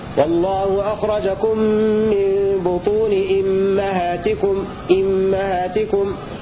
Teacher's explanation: يكسر الهمزة فقط ويفتح الميم: والله أخرجكم من بطون أمهاتكم أمهاتكم، بشرط أن يصلها مع ما قبلها.